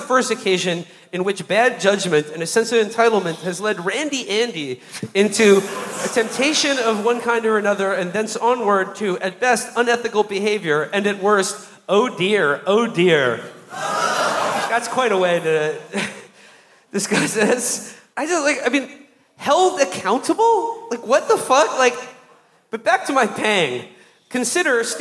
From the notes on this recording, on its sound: Live From Toronto. Our live show from Toronto.